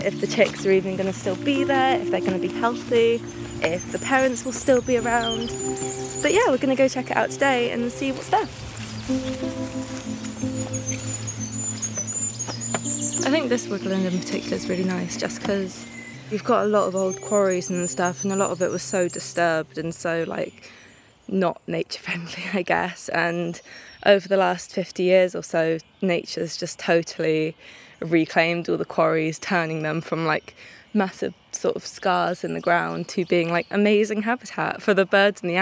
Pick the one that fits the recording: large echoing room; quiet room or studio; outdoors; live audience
outdoors